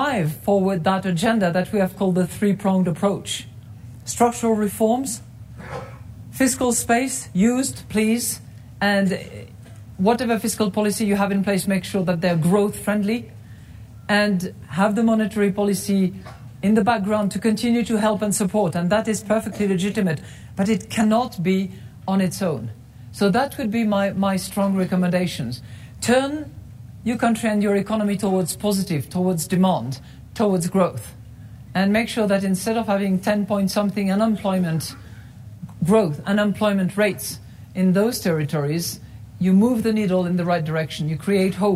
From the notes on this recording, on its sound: Spoke at the Aspen Ideas Festival in Aspen, Colorado.